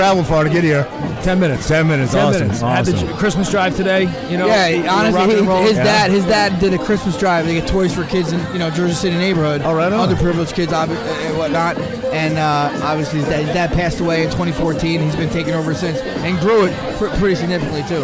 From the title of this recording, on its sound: Live From Pilsner Haus Biergarten